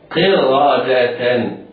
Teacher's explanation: القاف مفخمة ولكنه تفخيم نسبي، والراء مفخمة لأنها مفتوحة